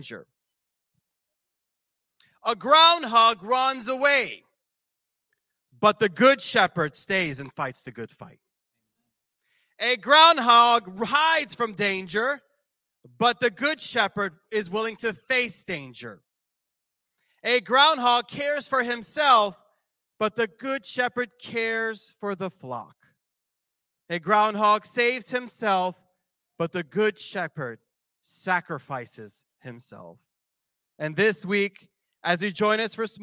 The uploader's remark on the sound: This JAT was recorded live on January 29th at Newark United Pentecostal Church